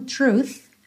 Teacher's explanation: Truth, tem o th no final, com arzinho mesmo.